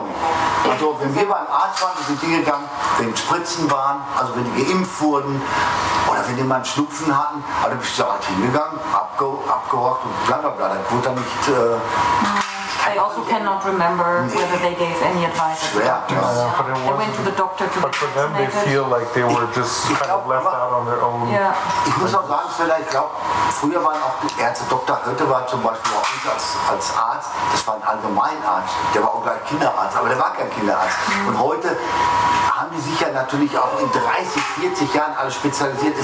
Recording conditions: poor microphone